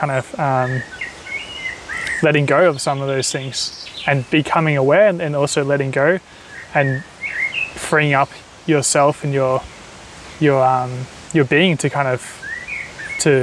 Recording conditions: sounds in the background